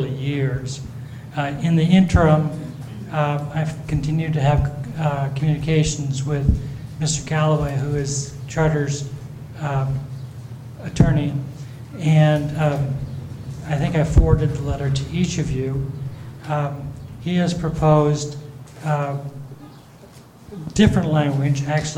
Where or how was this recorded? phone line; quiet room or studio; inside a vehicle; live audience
live audience